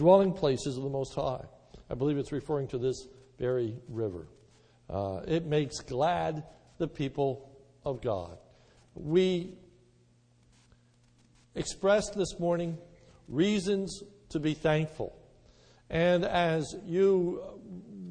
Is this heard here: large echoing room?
yes